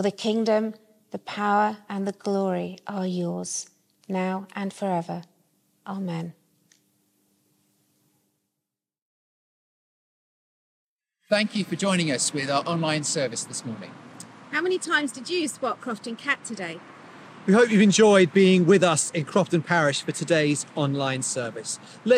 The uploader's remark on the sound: Service from Holy Rood Church, Stubbington, with a guest appearance from the Crofton Parish mascot.